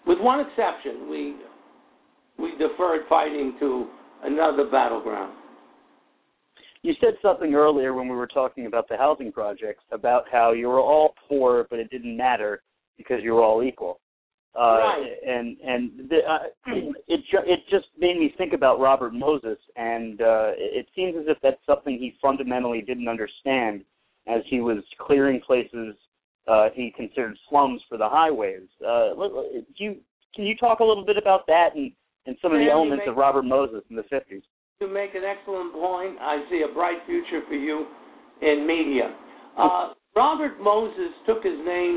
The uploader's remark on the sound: will call into the show